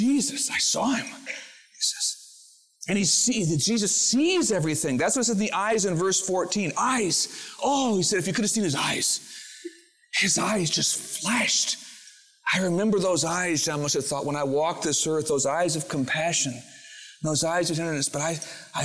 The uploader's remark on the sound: Originally recorded on January 16, 2000, at Fellowship Missionary Church, Fort Wayne, IN.